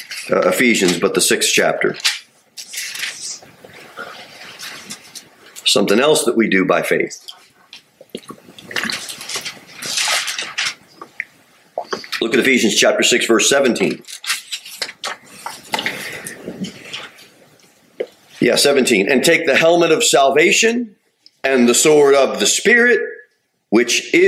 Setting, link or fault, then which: setting, large echoing room